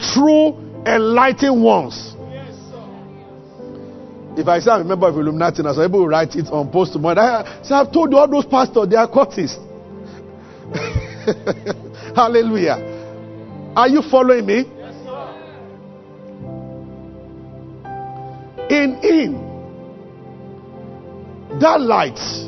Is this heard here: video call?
no